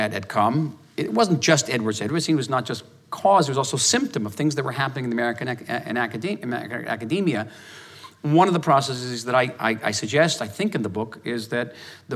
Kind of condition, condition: setting, live audience